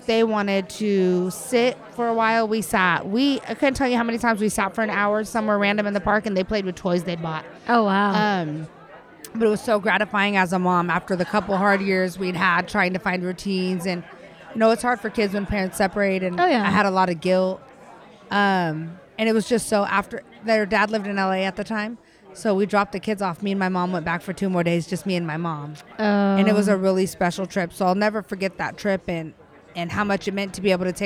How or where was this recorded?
live audience